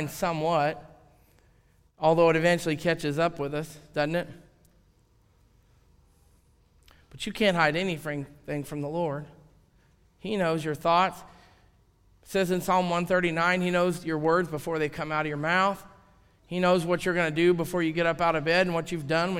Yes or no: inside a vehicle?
no